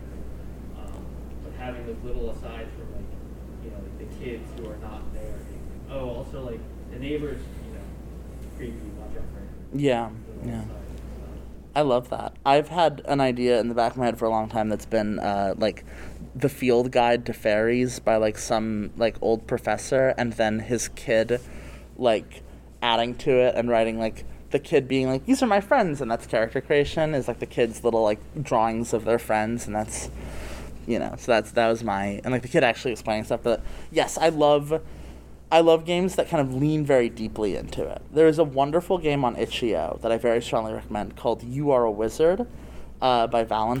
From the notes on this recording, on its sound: Recorded at Metatopia 2023